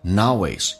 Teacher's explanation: Promotion 跟 always 可以有一个连音叫 noways，用 n 连 noways